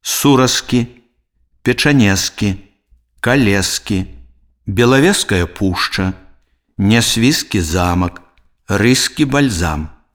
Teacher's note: У спалучэнні зычных ж с к пры вымаўленні выпадае звонкі зычны ж.